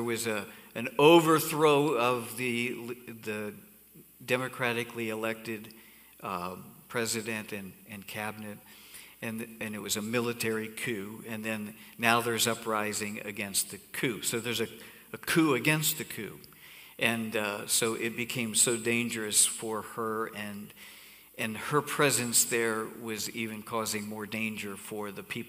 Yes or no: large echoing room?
yes